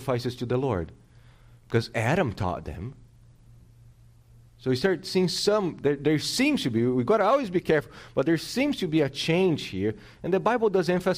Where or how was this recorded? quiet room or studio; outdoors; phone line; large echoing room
large echoing room